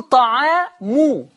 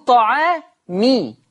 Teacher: حفص هناك كان بيقول طعامو بيضم الميم، ورش هنا هيقول طعامي هيكسر الميم